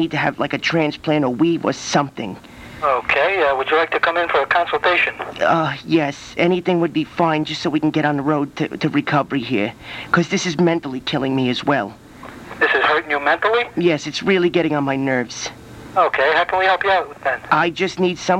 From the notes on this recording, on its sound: "18 Ball Game Beating" from archive.org was assembled into the "RBCP's Personal Prank Phone Calls Collection" podcast by Fourble.